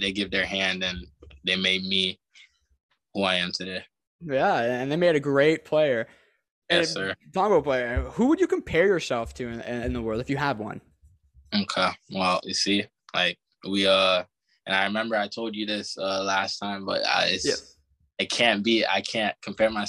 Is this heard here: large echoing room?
no